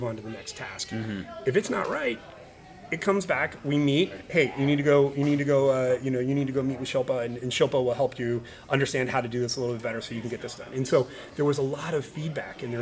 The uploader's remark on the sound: We recorded LIVE at the Teach Better Conference 2022 in Akron, Ohio.